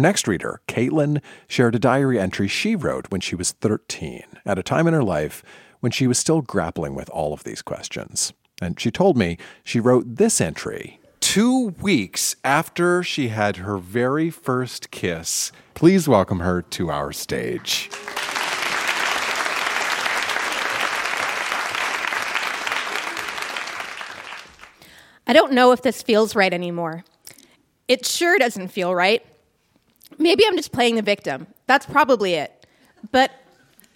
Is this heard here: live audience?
yes